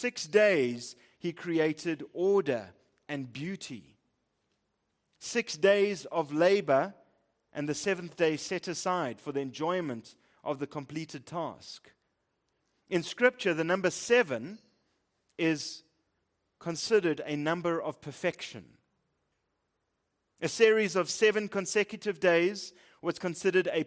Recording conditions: large echoing room